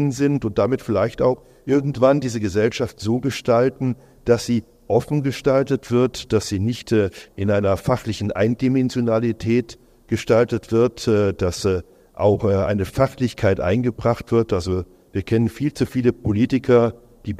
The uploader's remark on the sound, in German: Podiumsdiskussion am Sommerfest